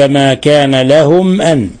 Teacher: لاحظ أن الميم ساكنة جاء بعد حرف الهمزة، الحكم التجويدي إظهار شفوي